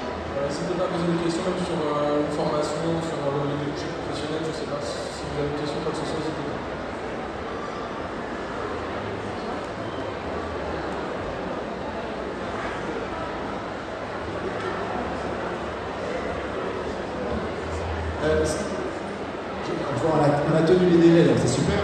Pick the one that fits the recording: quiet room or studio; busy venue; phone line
busy venue